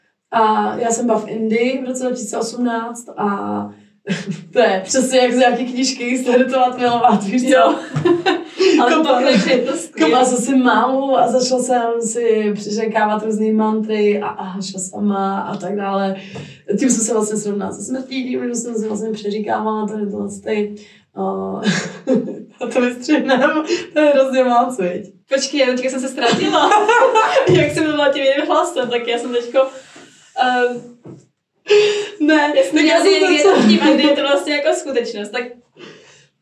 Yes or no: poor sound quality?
yes